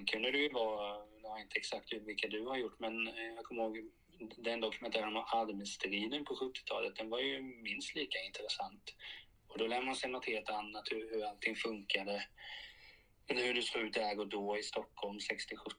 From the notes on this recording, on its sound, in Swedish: En brasklapp är att det blev något vajsing med ljudet under inspelning. Mitt ljud påminner om telefonröst.